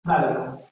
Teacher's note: Notice that the schwa is normally very short, so we have to close the word very fast.